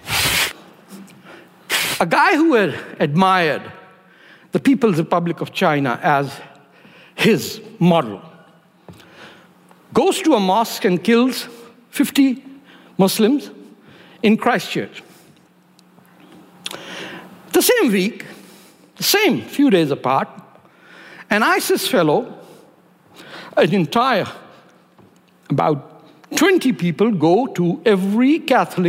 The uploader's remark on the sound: at ideacity 20th anniversary conference